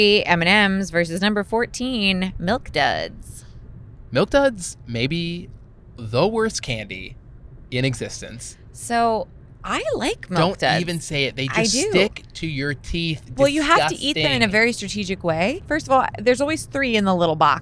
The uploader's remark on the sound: We are podcasting on the road (literally recording in the car driving back from a wedding).